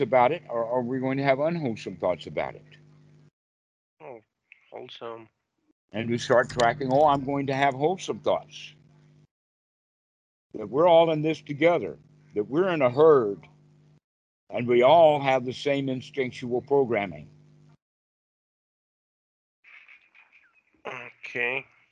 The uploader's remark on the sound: Skype calls on this channel.